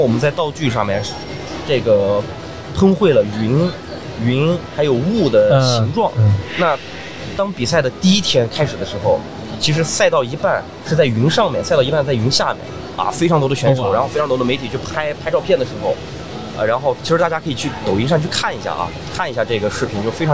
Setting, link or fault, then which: setting, busy venue